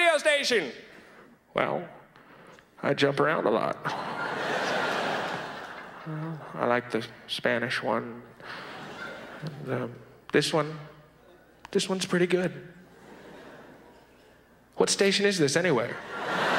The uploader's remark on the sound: delivers a classically zany set at the 1999 Just for Laughs Festival in Montreal